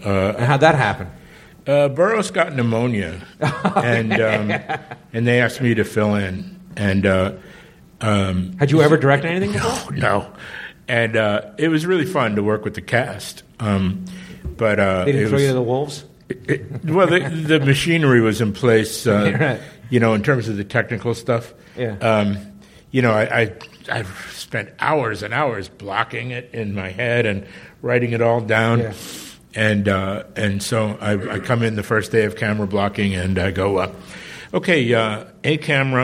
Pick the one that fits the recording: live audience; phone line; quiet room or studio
live audience